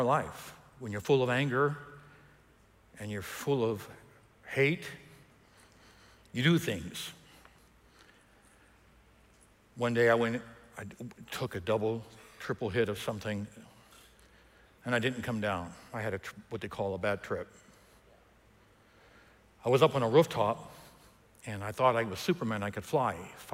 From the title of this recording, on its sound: EQUIP Conference 2021 — Main Session 2